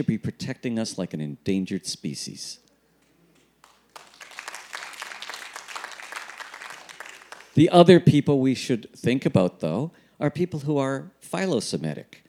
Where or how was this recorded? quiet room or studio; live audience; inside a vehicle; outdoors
live audience